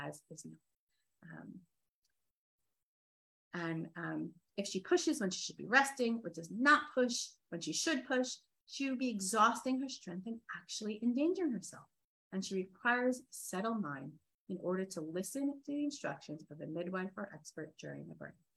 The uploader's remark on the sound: This audio was originally captured from Zoom